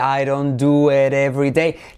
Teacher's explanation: Presente simple, con la D como R suave